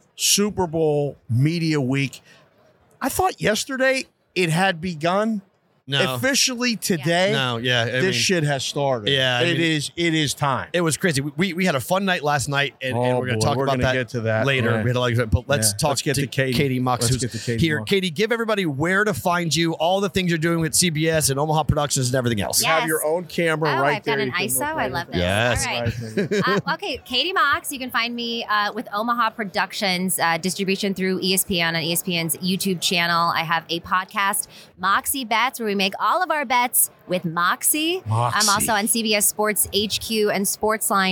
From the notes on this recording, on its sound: Super Bowl Radio Row Day 3. Live from Radio Row Day 3.